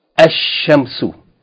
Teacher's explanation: You're not going to pronounce L, but rather you're going to double the sun letter